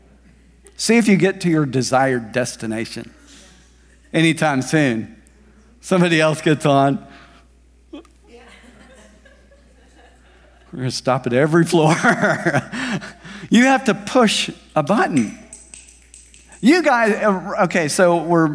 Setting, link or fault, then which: setting, large echoing room